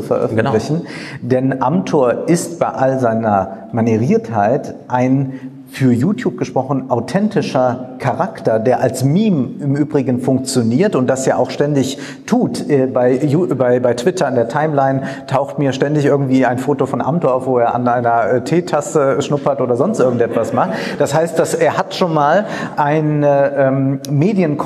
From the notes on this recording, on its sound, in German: In Sinzig vor Publikum.